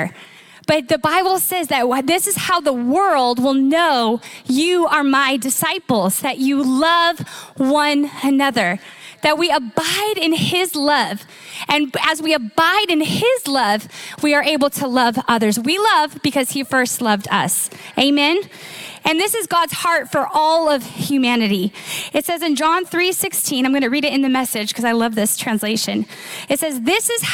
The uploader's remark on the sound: Recorded live at Capital Church in Meridian, Idaho